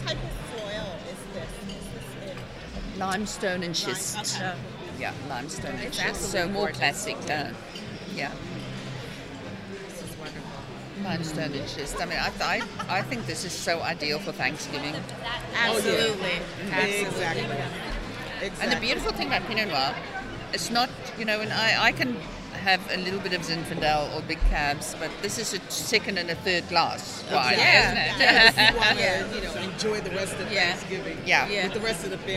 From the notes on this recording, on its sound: The recording took place at Rake's Progress at The Line Hotel.